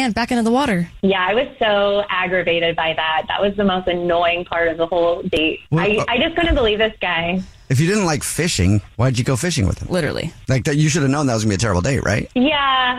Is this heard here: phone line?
yes